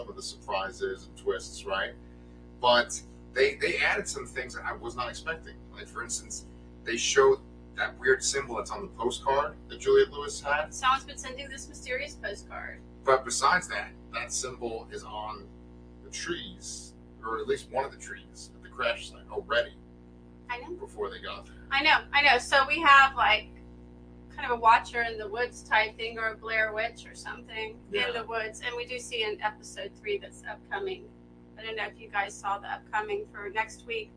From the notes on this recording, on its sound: LIVE REVIEW (with added buzzing noise!).